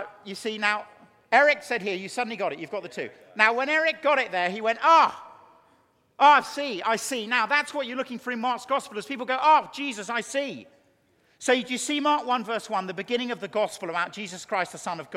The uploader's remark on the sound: a Keynote Session at FG11